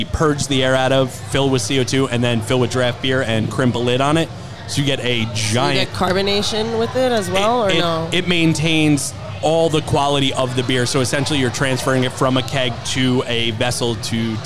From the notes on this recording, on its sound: We spent the evening podcasting live from craft beer mecca, DeCicco and Sons in Brewster, NY. We spent the evening podcasting live from craft beer mecca, DeCicco and Sons in Brewster, NY. Joining us for a tap takeover was Diner Brew Company , Plan Bee Brewery, Industrial Arts Brewing. What you won't hear are the dedicated crew behind the bar who help organize this great event.